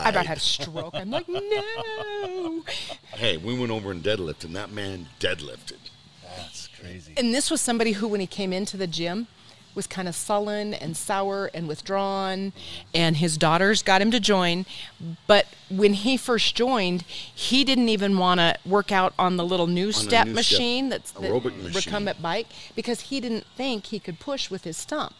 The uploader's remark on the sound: Tuesday live from Adaptive Performance Center